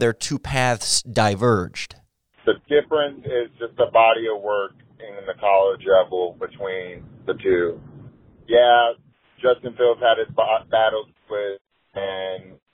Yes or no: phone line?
yes